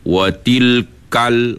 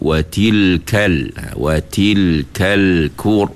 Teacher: Sebab sifat kaf dengan ta ni dia berangin, iaitu sifat hamas. · Shown in: second take · Jadi bila kita bagi angin, watilkal, watilkal kur, dia akan senang sebut dia.